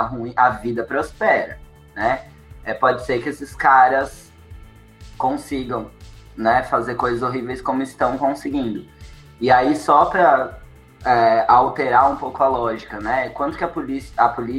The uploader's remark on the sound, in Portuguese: Essa conversa foi a primeira mesa redonda da X Semana Acadêmica de Moda, que aconteceu via Google Meet no dia 28/09/2021.